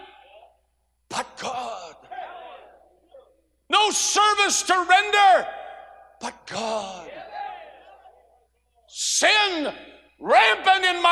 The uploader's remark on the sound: A sermon preached Monday Evening during our Spring Jubilee, on March 27, 2023.